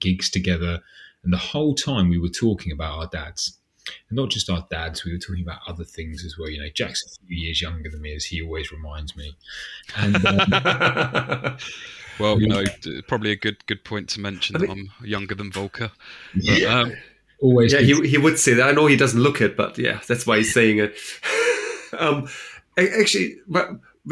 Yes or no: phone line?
no